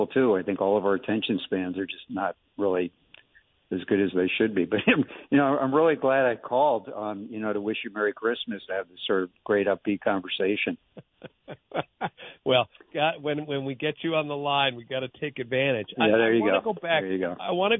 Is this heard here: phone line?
yes